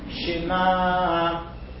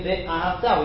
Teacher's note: We pronounce the shin, it's a shiva na, we move the shiva. Shema. Ve'ahavta, we say ve'ahavta, we move the shiva.